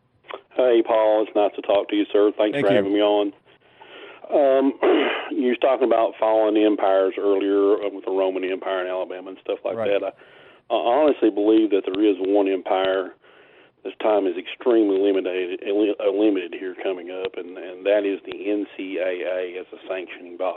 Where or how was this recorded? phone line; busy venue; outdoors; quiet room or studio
phone line